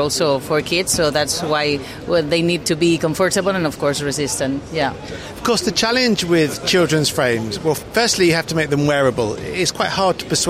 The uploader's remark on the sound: "live" from Silmo Paris 2023. Right from the heart of Silmo 2023. He stops off at the Startup Village.